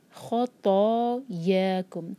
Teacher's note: خ اور طا دونوں ہیوی لیٹر، یا کو ہیوی نہ ہونے دیں